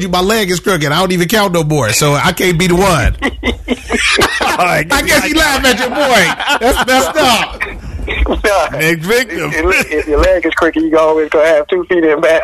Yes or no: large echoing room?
no